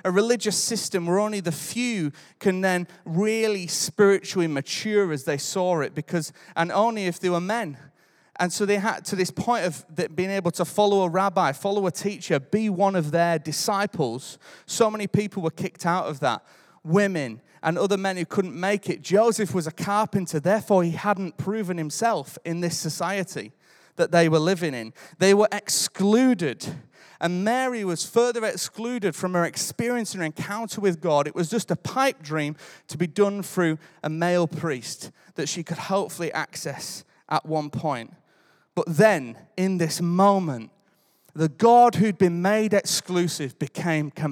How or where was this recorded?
large echoing room